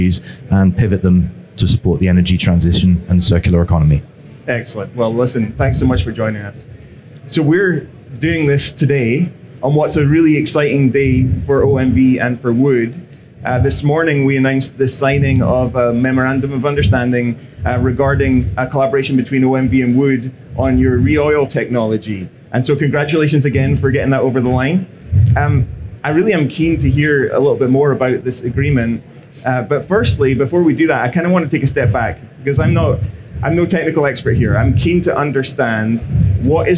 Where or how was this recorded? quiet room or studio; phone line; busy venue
busy venue